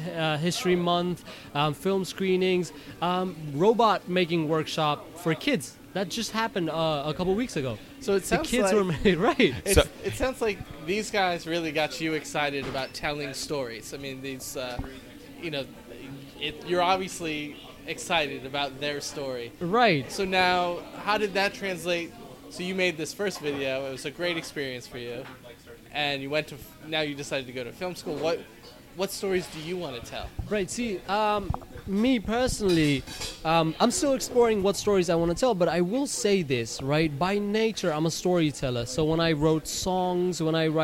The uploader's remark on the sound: At the KGFC Filmmakers Lounge hosted by Ateaz Organic Coffee & Tea. During the Kew Gardens Festival of Cinema in 2017.